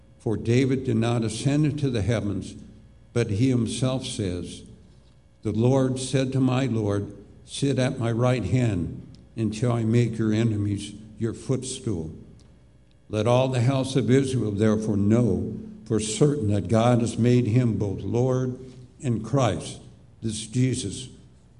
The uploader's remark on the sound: Live Worship Service.